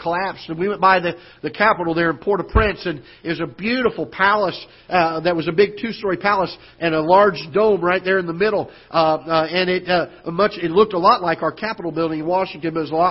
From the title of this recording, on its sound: Ketha Heights Baptist Church ~ Live Broadcast